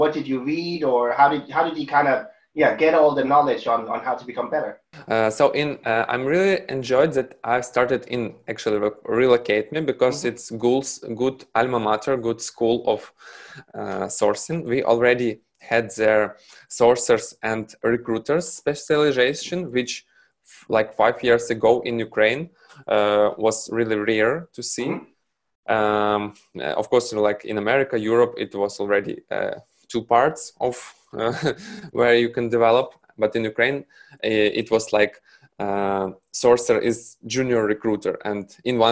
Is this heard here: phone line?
no